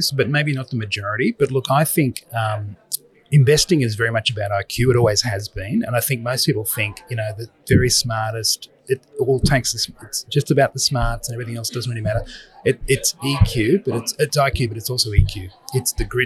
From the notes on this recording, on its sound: LIVE from ASA. In this LIVE podcast recording from ASA Sydney. We apologise for the background noise, this was filmed live on location.